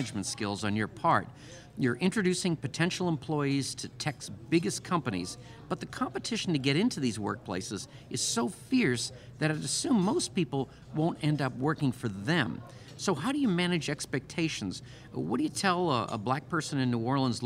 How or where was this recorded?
busy venue